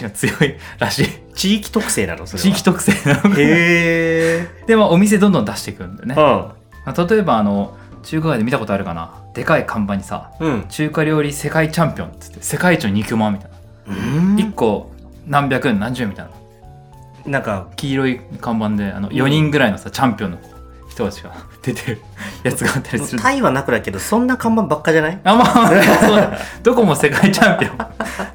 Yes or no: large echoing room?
no